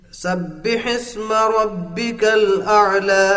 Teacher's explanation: ഹംസയെ clear ആക്കി വ്യക്തമാക്കി ഇൽഹാർ ചെയ്തുകൊണ്ട് ഒന്നുകൂടി പാരായണം ചെയ്യൂ. സബ്ബിഹിസ്മ റബ്ബിക്കൽ അഅല.